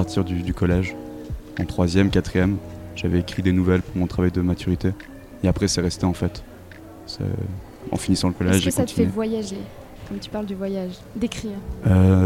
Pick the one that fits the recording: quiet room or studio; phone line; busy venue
busy venue